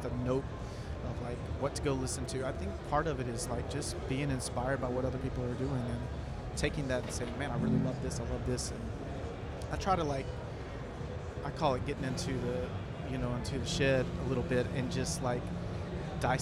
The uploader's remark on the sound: In this special episode live at The NAMM Show